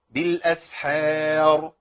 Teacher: الوقفة عليها بتفخيم الراء